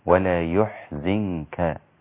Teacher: فقال بضم الياء وكسر الزاي